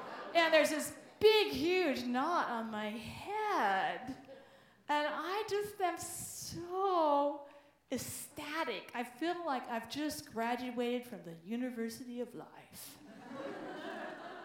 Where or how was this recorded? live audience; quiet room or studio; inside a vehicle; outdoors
live audience